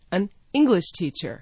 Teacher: with the stress on the word English, it means that he is a teacher of the English language